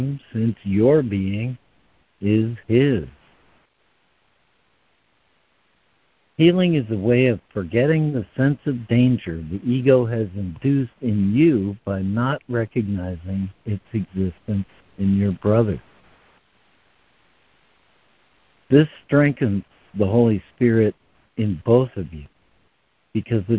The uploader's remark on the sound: ACIM Daily Conference Call